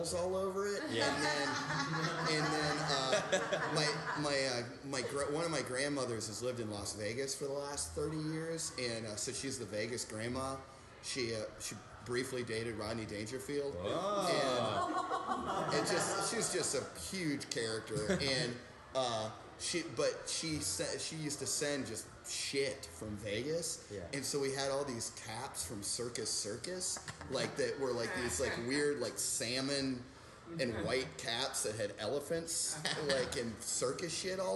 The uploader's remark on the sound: Live from the Jangleheart Circus!